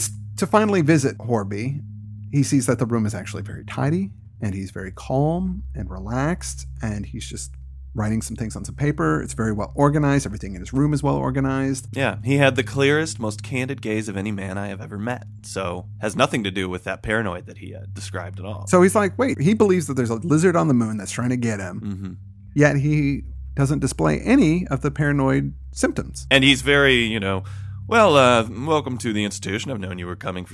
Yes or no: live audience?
no